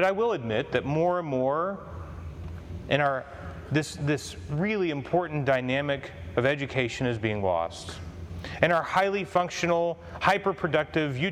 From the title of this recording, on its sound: Commencement Address for Holy Trinity High School